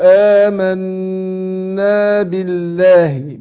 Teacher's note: النون المشددة دي بتاخد غنة حركتين وبعدين أثبت الألف بعدها، يعني ما سقطش الألف، ما قلتش آمنا بالله وروح مضيعه